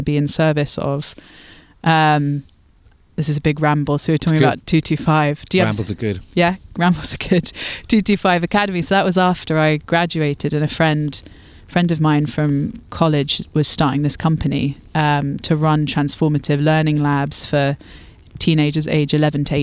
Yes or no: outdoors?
yes